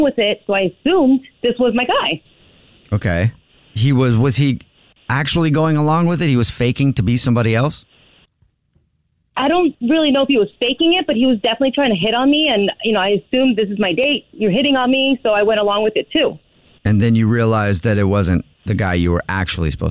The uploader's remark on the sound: We get that other person on the phone.